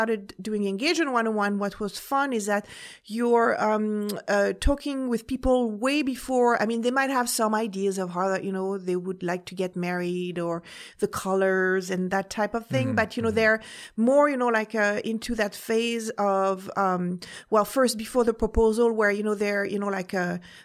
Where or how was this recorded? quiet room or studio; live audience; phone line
quiet room or studio